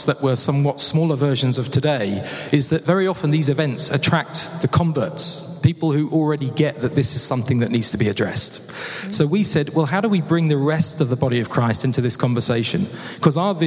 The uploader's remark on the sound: Interview from the Mind and Soul "Running On Empty" conference.